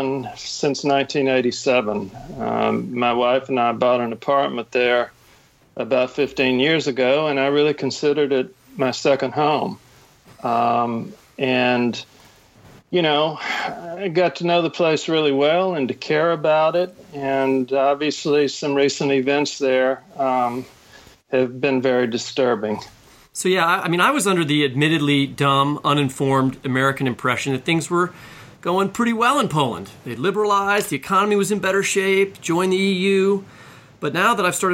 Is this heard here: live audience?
no